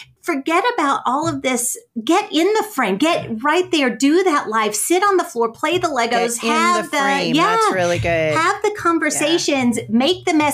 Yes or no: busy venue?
no